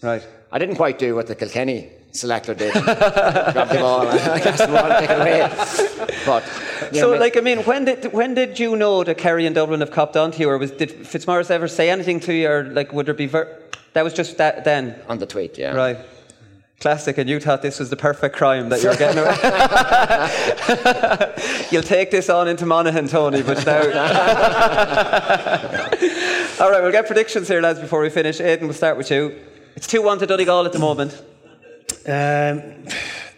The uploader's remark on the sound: live from Westport